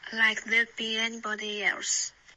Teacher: else 结尾你稍微卷舌了一点 else 啊，我们要的是 l.